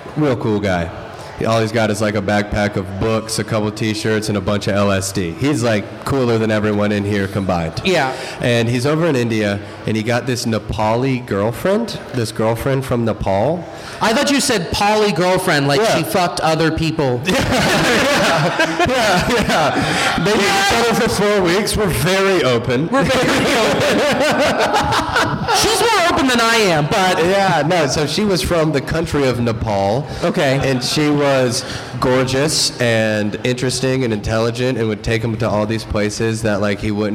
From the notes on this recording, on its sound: THE LIVE EPISODE! Live at Three Points Brewing in Over the Rhine. Thanks to Bomb's Away Comedy for having us on the Cincinnati Podcast Show.